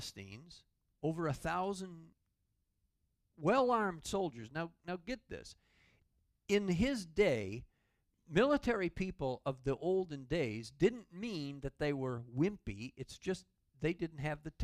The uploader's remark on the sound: Calvary Assembly of God live Stream.